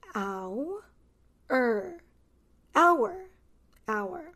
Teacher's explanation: And this is one of the exceptions where we don't pronounce the H, hour.